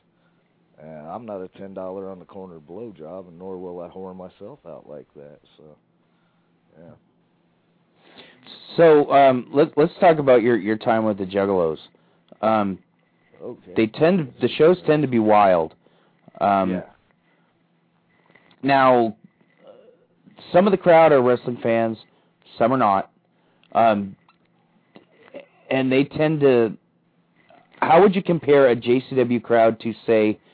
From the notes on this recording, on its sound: A special 1 hour call-in only show. Open the phone lines for the whole show.